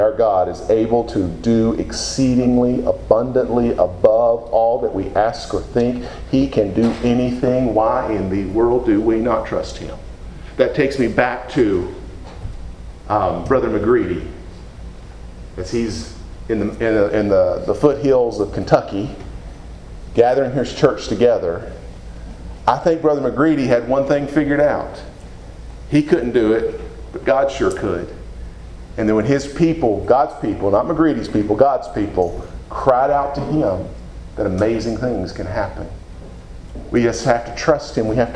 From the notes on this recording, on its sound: Preached at Deep Creek Baptist Church in Burlington, NC, on Sunday morning, June 4, 2017.